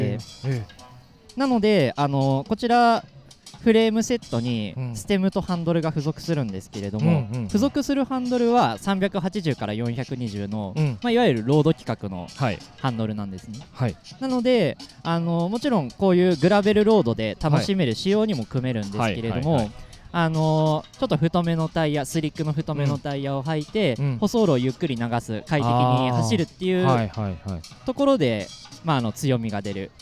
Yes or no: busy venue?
yes